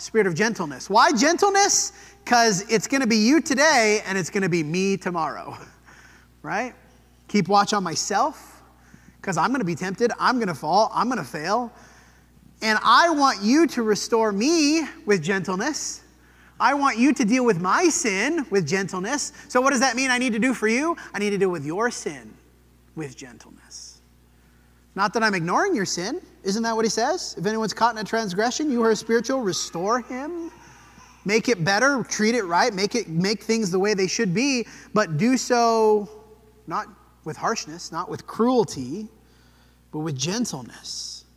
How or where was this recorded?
large echoing room